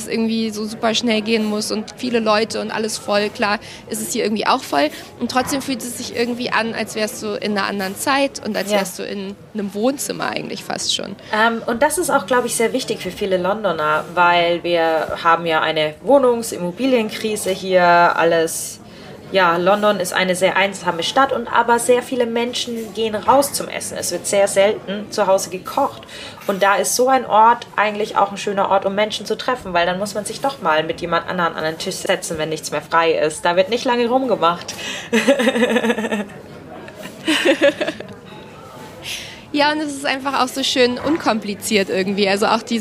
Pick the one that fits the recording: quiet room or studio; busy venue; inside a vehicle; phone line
busy venue